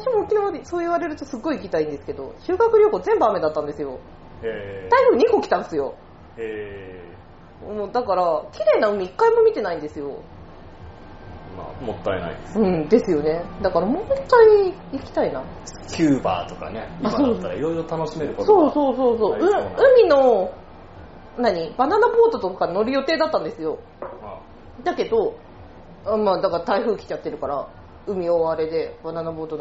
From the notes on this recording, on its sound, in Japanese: いつにも増して雑音が酷いです